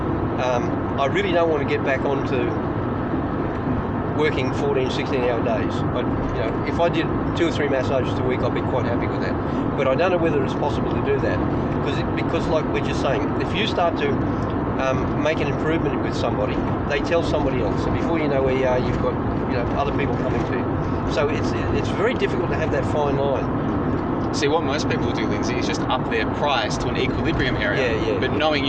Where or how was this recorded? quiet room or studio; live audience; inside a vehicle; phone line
inside a vehicle